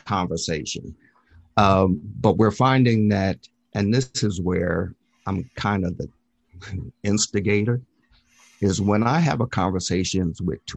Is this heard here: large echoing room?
no